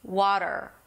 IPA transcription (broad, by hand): ˈwɑ:ɾəɹ